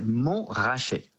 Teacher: in French, we do not pronounce the T, we say Mont raché.